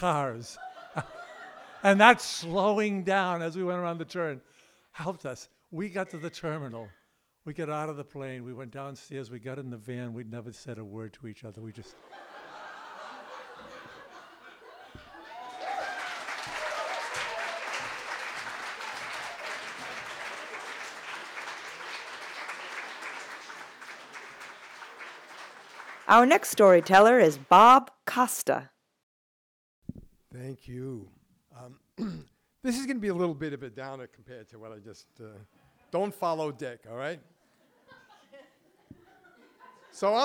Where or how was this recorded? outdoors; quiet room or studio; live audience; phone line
live audience